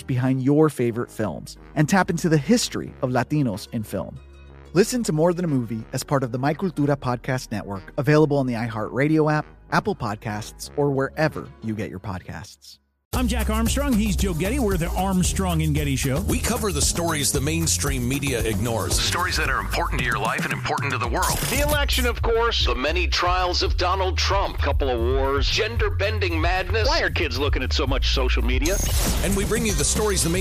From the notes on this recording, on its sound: A spicy phone call